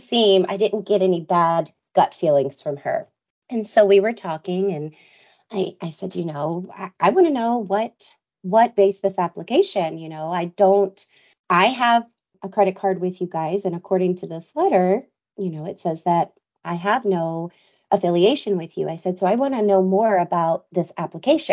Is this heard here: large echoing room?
no